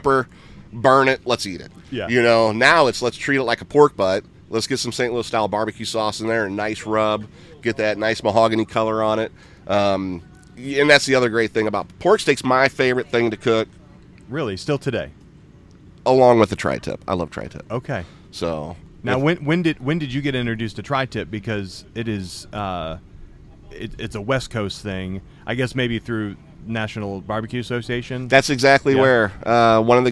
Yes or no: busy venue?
yes